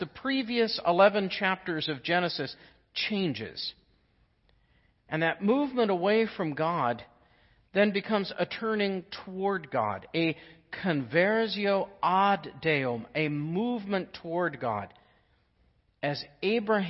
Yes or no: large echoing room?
yes